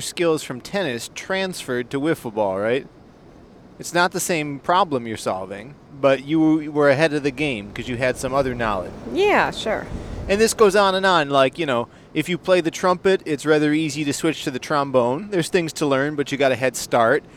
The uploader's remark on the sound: On a long car ride